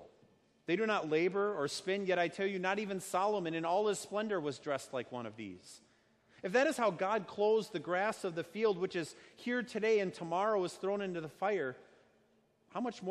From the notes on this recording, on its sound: Sermon preached at Our Savior Lutheran Church in Birmingham, AL, on Sunday, July 28, 2019.